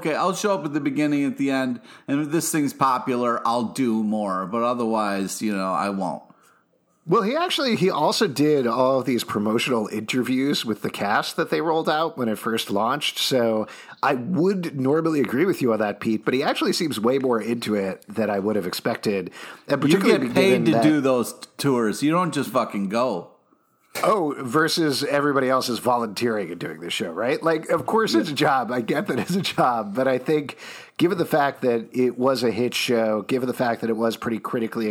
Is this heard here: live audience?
no